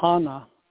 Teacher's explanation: you hold the first A a little bit longer than normal · Term: a longer held A